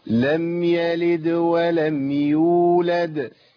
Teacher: ما قلتش يلدي لان انا كده كسرت الدال. هي القلقله ممله للفتح على الاطلاق.